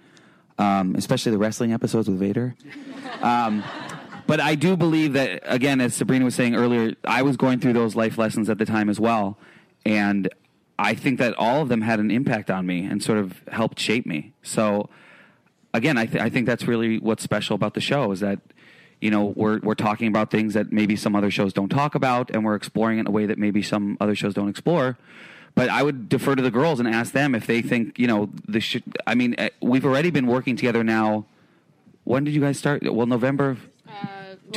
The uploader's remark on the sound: Recorded at ATX Television Fest in June 2015.